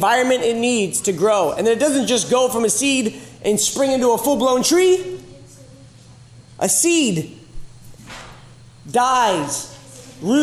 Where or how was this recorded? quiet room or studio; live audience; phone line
live audience